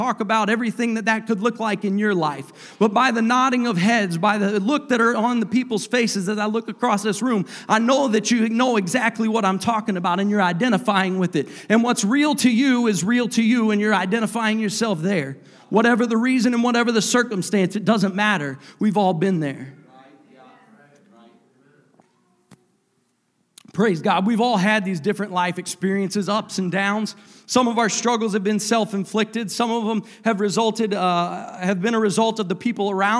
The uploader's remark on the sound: a service recording from Connect Point UPC